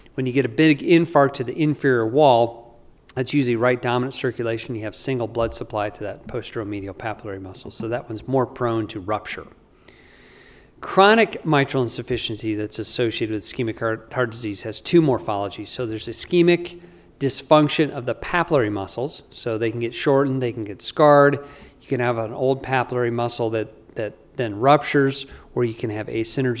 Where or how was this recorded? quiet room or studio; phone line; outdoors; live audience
live audience